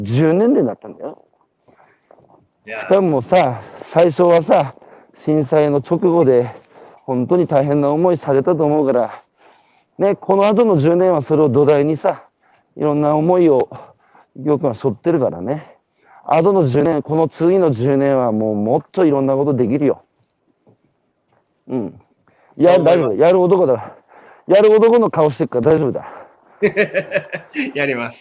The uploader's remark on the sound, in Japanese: 岩手県大槌町。歩きながら1時間、対談する。